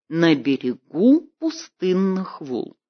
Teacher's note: Далее 3 трехударных стиха, например, с пропуском метрического ударения на первом сильном месте